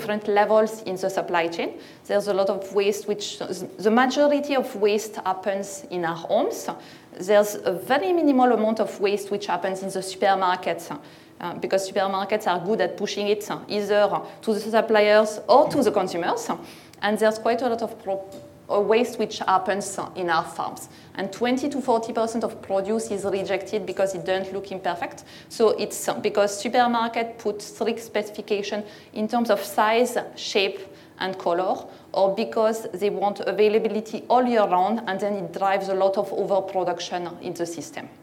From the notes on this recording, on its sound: This talk was recorded at Vevolution Topics: Environment 2019.